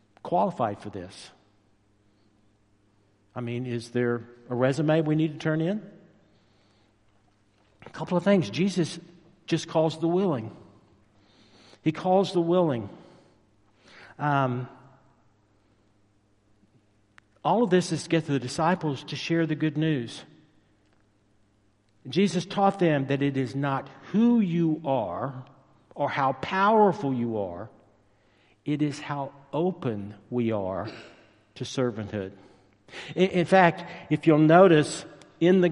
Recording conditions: large echoing room